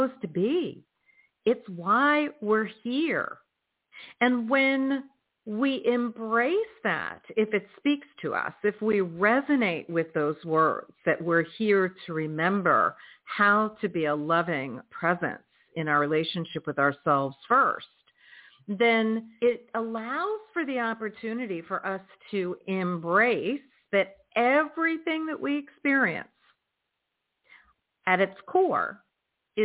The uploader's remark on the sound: In response to callers' questions.